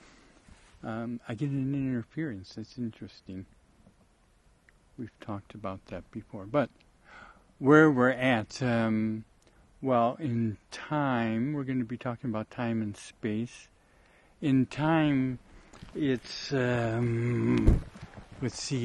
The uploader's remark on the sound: RECORDED at a place I call Muir Lake, the South WALLOWAS, Eagle Cap Wilderness VIII.